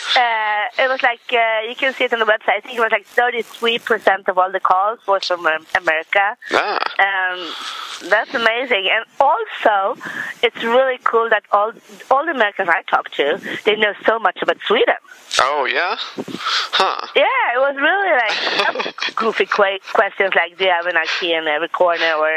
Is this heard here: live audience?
no